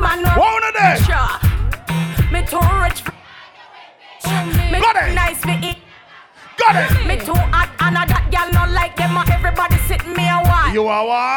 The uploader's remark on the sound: HAPPY RANCH 8TH ANNIVERSARY LIVE AUDIO